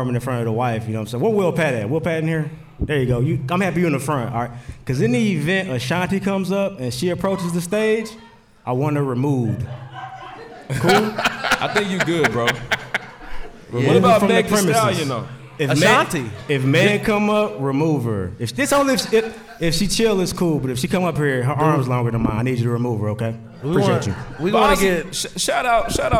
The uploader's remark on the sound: LIVE from the Meridian Park Event Center in Indianapolis, Indiana